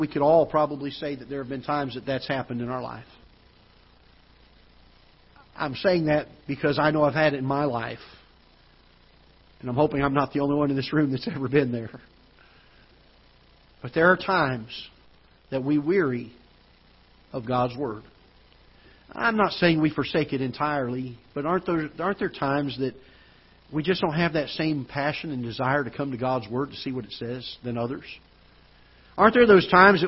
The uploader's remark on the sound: Ketha Heights Baptist Church ~ Live Broadcast